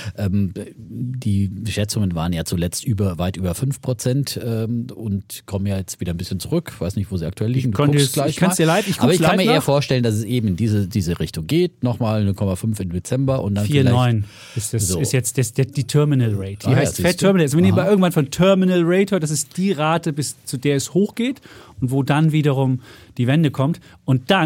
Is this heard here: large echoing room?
no